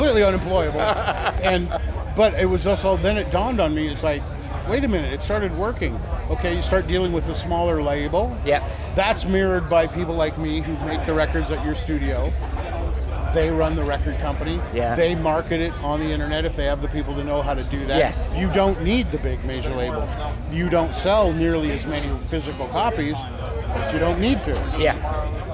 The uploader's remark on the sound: at Bloodstock Festival 2019